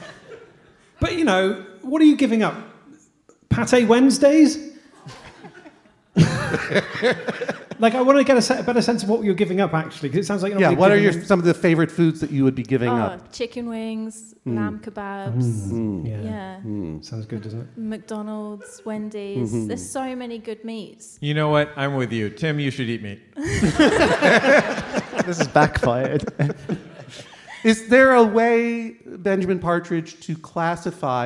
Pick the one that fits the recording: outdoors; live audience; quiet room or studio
live audience